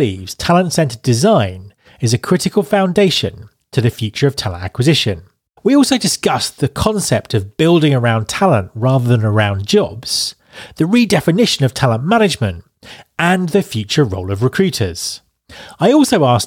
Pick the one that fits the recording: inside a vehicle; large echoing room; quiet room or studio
quiet room or studio